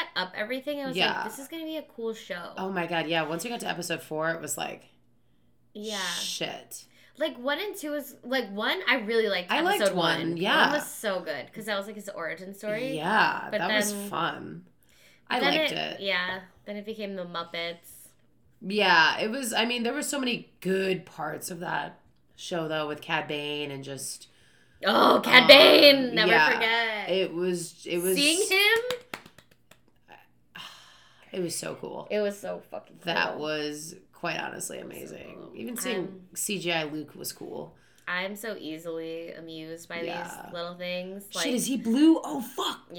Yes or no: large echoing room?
no